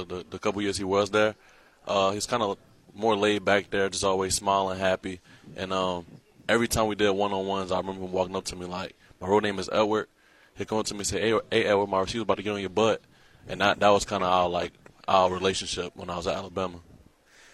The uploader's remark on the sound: Live from A-State Football Media Days.